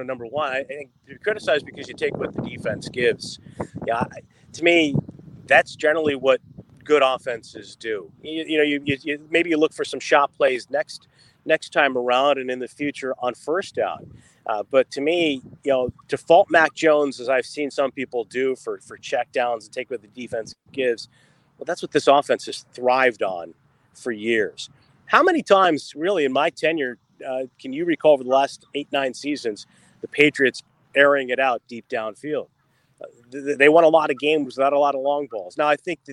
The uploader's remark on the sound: joins us live from a charity golf tournament